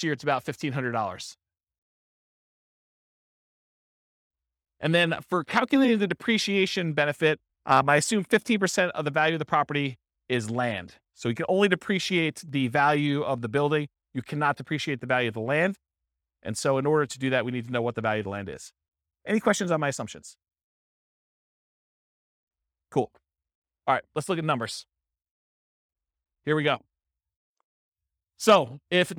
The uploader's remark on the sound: This was a live class recorded